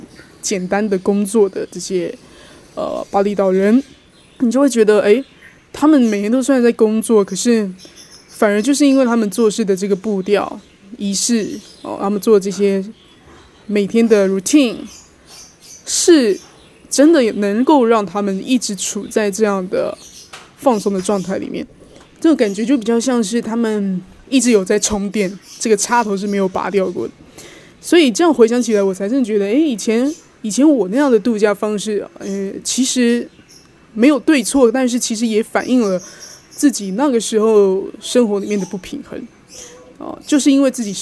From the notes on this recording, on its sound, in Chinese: 第一次嘗試戶外錄音，才剛講完峇里島雨季很猖狂，果然一錄就給我下雨。現在也想在這裡用戶外錄音的方式真實呈現給你們看。